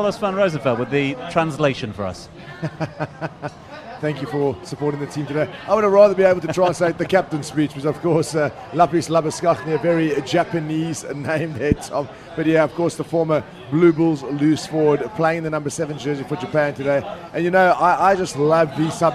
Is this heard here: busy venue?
yes